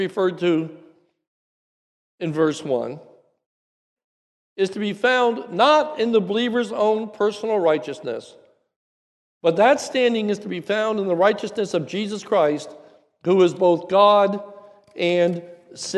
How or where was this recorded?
large echoing room